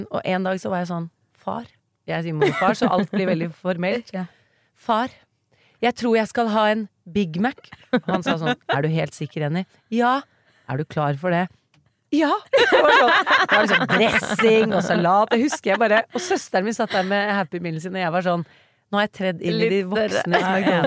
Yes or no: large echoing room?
no